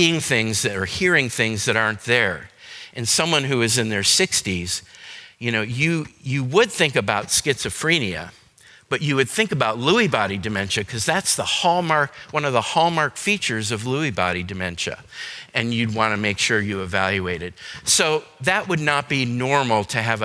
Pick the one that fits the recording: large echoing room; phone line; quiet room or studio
large echoing room